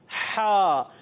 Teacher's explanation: ہا کا مخرج ہوتا ہے حلق کا درمیان والا حصہ